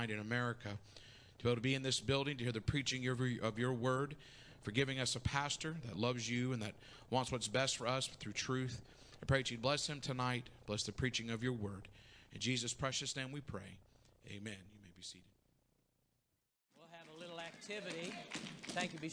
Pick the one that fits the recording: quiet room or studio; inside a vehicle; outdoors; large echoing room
large echoing room